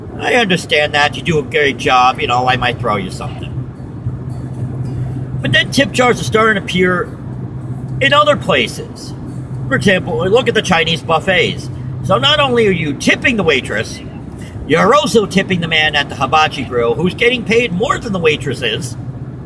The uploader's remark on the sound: you may hear some background noises as I was driving when it was created